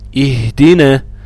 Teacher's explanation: بكسرها عشان ببتدي بيها اهدنا وحرف الهاء ساكن